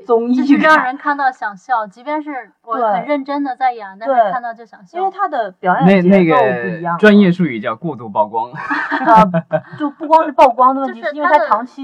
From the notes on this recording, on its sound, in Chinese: 本期节目因录制时遇到技术问题，音质略差